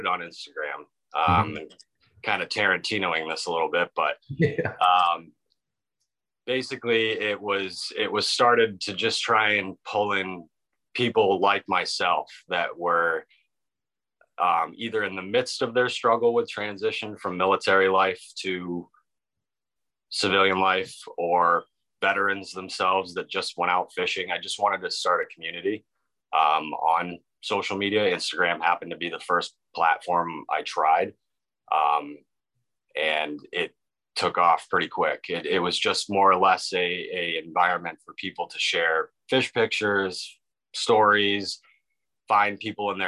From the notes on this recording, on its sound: This week we connected via Zoom